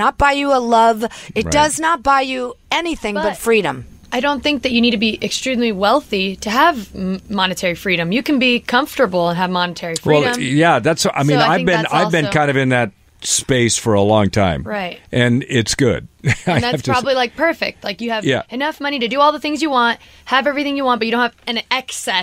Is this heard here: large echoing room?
no